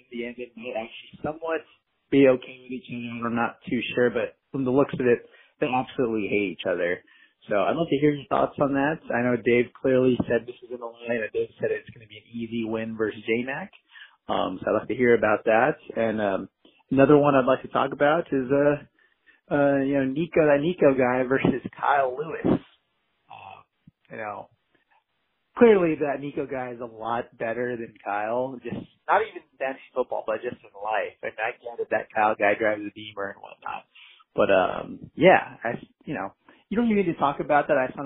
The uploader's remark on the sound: We got a record number of callers this week.